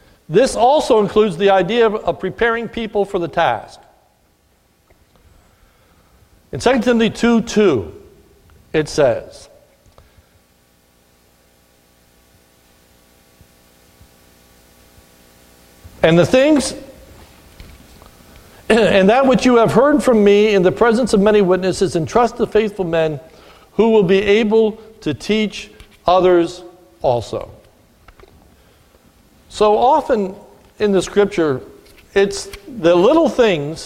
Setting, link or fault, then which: setting, large echoing room